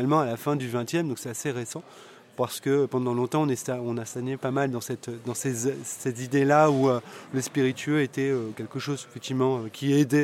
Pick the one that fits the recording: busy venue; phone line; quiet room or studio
busy venue